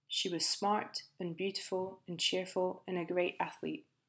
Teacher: The final and is emphasised a bit but still loses the d sound at the end. · Two things happen to and. The vowel becomes a schwa and the d sound disappears. Like I said earlier, we hardly ever pronounce the t or d sounds at the ends of words when we speak, even when we're speaking carefully.